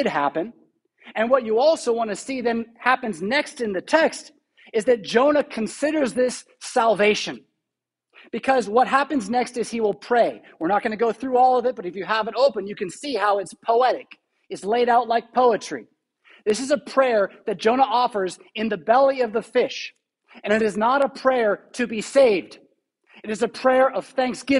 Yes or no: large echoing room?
yes